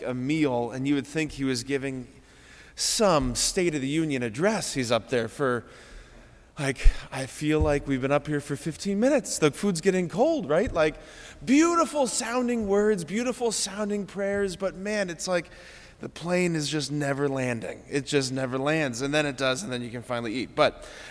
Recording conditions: large echoing room